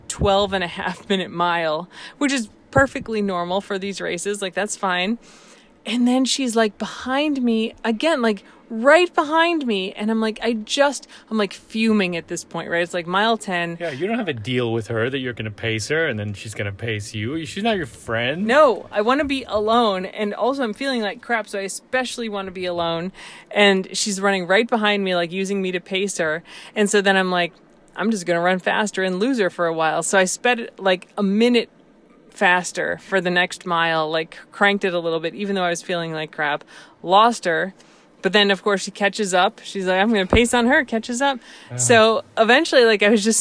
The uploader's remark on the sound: We recorded this podcast in the car because we needed to talk about the DNF (did not finish).